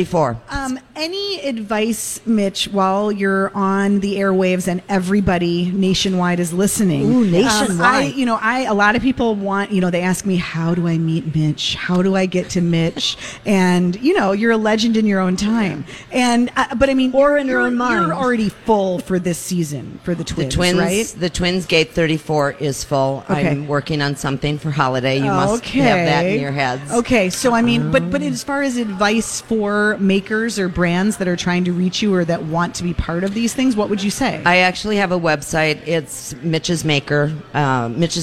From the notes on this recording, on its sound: live at Revolution Hall at Rosedale Center